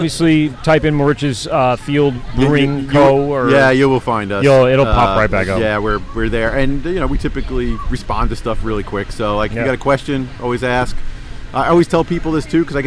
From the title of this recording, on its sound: LIVE at Moriches Field Brewing Co.